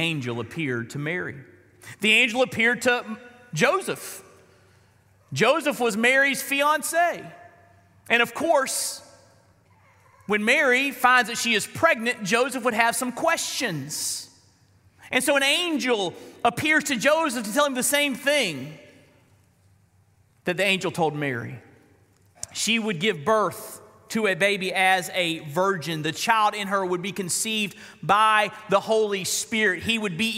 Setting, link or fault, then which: setting, large echoing room